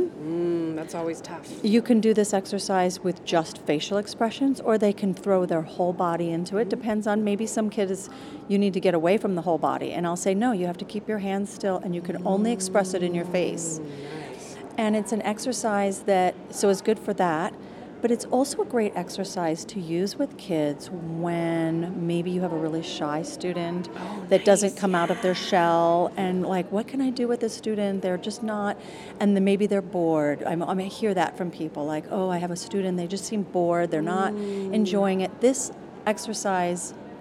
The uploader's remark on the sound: Recorded from the 2018 NATS convention in Las Vegas. Impromptu podcast.